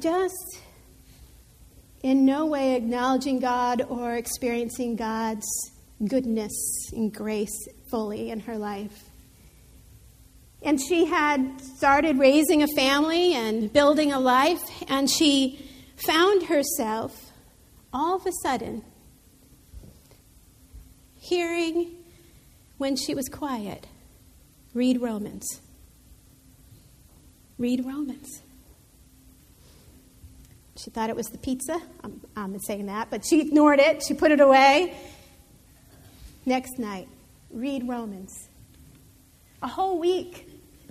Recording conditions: large echoing room